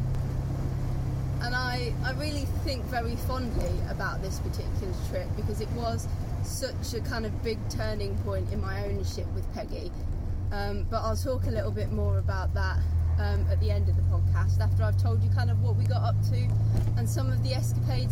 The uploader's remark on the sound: all recorded from my 1968 Morris Minor, Peggy